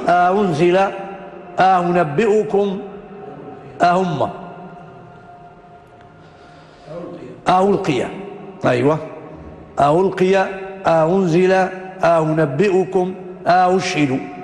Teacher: لما تكون الهمزة الثانية مضمومة تحقق الهمزة الأولى اللي هي المفتوحة، اللي قلنا دائما تكون مفتوحة، وتسهل الهمزة الثانية بين الهمزة والواو · Term: تسهيل الهمزة الثانية